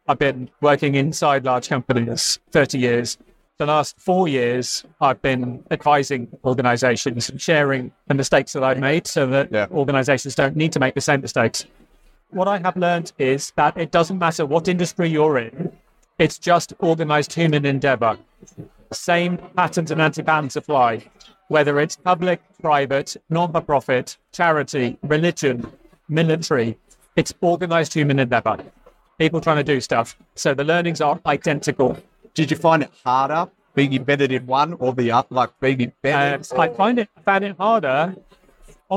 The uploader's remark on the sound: Recorded live at the Agile Australia Conference.